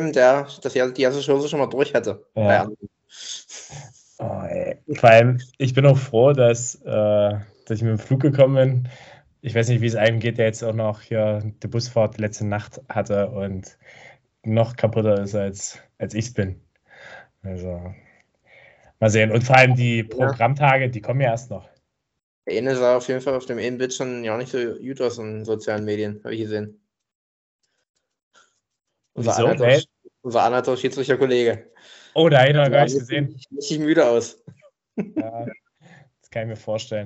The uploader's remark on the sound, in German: Wir haben eine späte, übermüdete und digital aufgezeichnete Folge gemacht. Auch digital aufgezeichnet, mit allen Problemen, die es mit sich bringt, aber dafür war es doch solide.